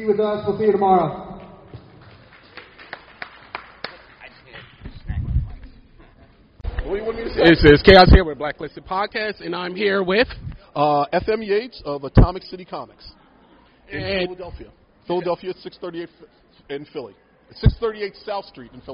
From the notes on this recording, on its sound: Blacklisted Podcast were honored to participate live at a weekend of panels at The Greater Philadelphia Comic Con. Sits with a panel of pop culture enthusiasts (comic book writers/artists, podcasters, comedians, wrestlers, and more).